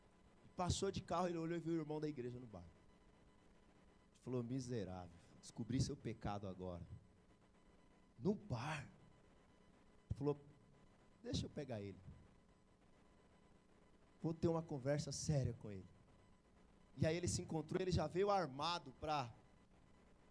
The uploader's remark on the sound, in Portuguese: Palavra pregada na igreja Batista Àgua Viva Barueri